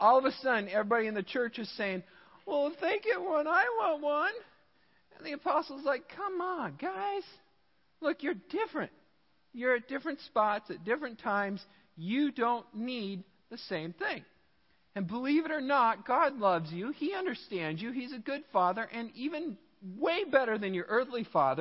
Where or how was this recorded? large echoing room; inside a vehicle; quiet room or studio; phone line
large echoing room